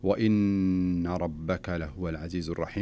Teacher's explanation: فالنون هنا دائما ما تسمى بالنون المشددة تجويديا، وتغن بمقدار حركتين.